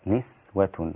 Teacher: السين رقيقة جدا والواو كذلك